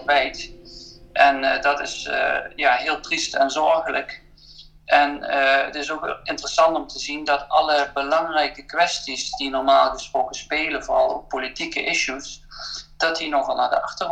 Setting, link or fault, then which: link, video call